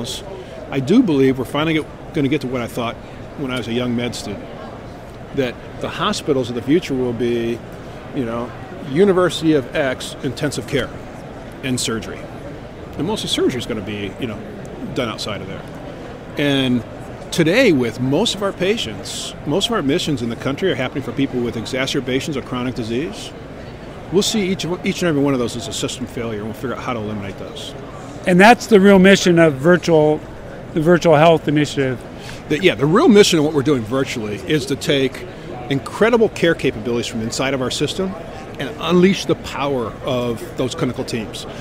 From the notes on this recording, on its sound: Our LIVE from ATA 2016 broadcast series from the Care Innovations booth